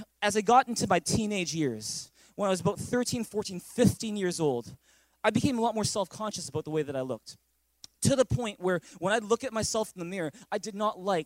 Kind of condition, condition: setting, large echoing room